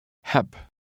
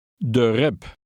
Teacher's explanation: A B at the end has a P sound.